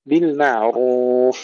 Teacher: تفخيم الراء جيدا مضمومة